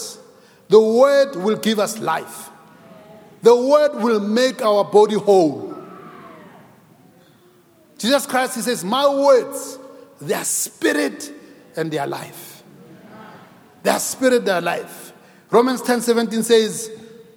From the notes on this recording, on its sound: preached at Grace Bible Church Pimville on the 22nd of May 2022 at the 9am Service